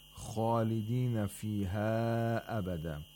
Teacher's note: مَدُّ الْمُنْفَصِل which was lengthened to four vowel counts.